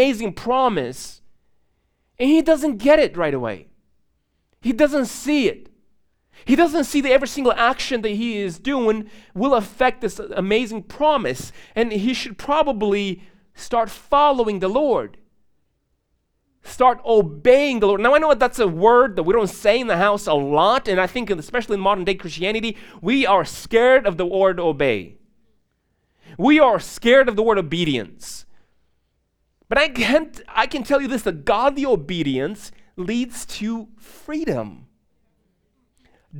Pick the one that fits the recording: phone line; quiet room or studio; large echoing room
large echoing room